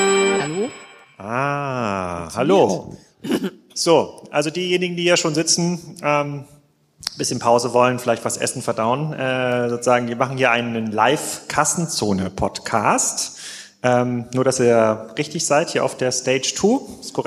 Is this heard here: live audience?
yes